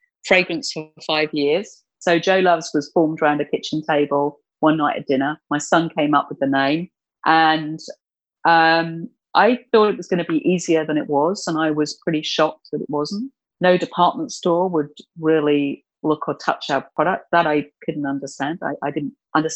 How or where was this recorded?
video call